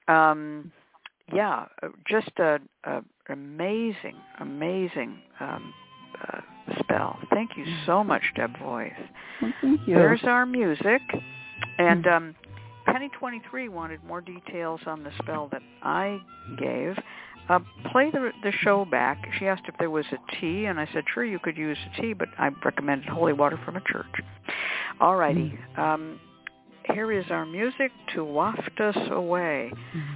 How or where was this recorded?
phone line